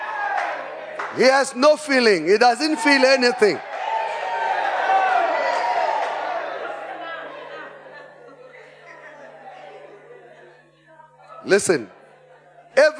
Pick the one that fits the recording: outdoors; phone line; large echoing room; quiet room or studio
large echoing room